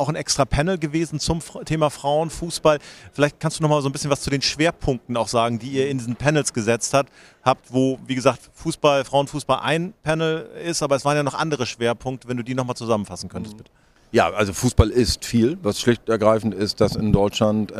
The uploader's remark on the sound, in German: live vom SPOBIS